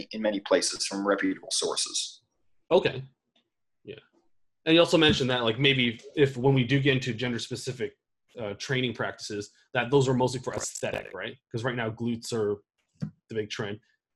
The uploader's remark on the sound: The internet connection was less than ideal during this recording